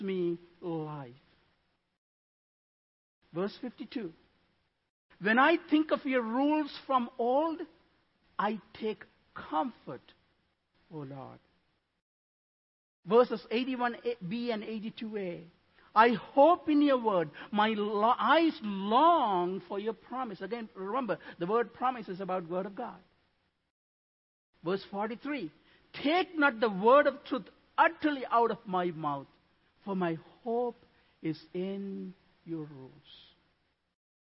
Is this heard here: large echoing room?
yes